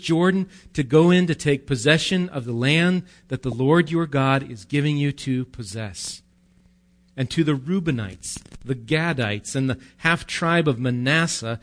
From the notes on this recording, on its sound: Recorded live at Bethany Bible Church.